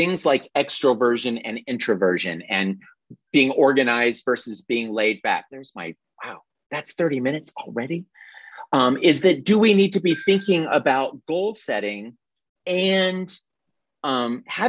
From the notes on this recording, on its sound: This is the audio replay of a monthly Zoomy Zoom